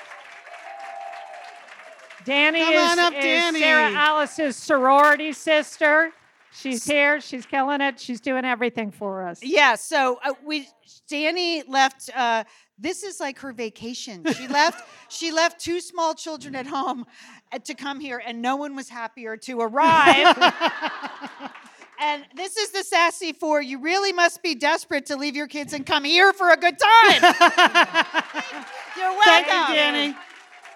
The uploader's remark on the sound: Perform in front of a LIVE audience in Minneapolis. At their Big Fun Weekend.